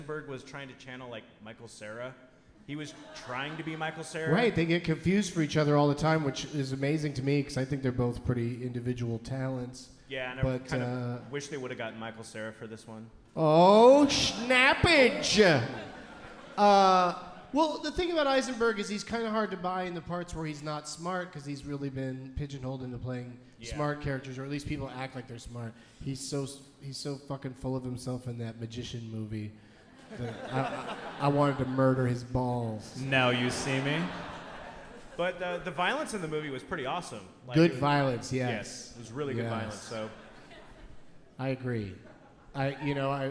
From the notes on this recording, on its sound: Live from Seattle's Neptune Theatre